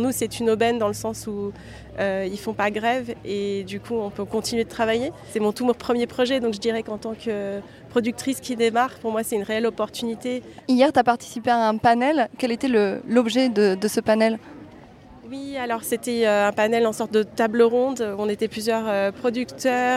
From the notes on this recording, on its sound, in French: Je vous propose une série de 3 capsules inédites enregistrées en marge du 76ème Festival de Cannes. J’ai donc glissé mon micro dans le sac et je me suis laissée portée par le flot de la Croisette, à la rencontre de nouveaux talents du cinéma français et international ! Ici je retrouve sur la Croisette ma première invitée qui sort tout juste d’une conférence qu’elle a donné au pavillon américain du marché du film.